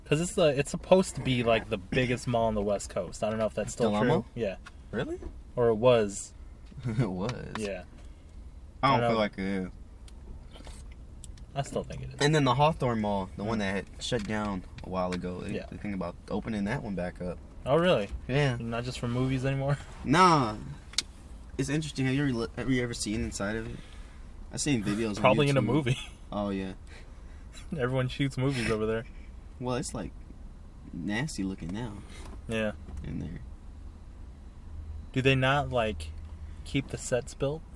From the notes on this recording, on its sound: jump in the car